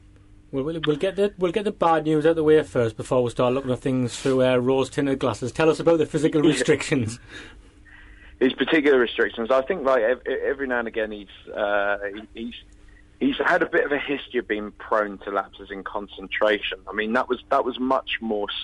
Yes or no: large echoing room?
no